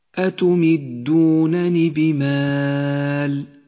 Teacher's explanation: احذر من إشباع الكسرة في كلمة أتمدونني بمال أي لا تقل أتمدونني بمال فإن الياء غير مكتوبة وإنما النون